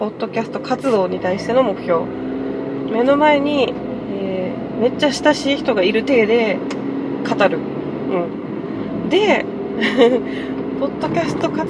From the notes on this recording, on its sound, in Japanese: 初めての収録、、、車の中で録音したのでところどころうるさいです。